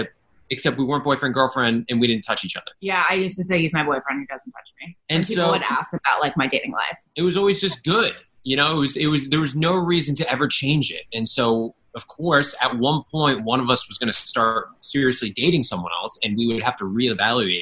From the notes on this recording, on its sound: hops on a ZOOM conference call